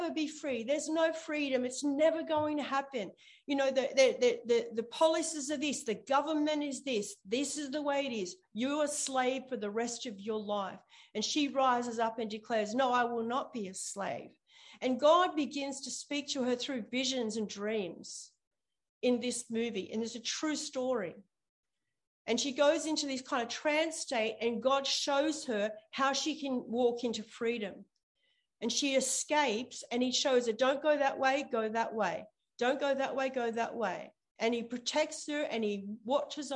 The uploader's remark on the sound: ZOOM Church